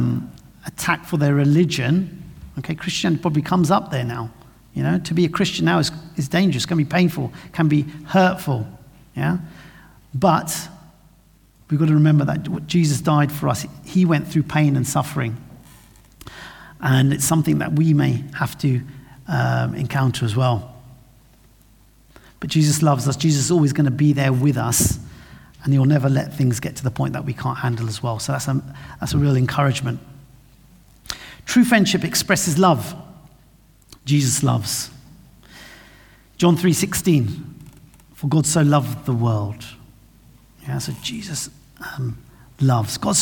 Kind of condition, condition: setting, large echoing room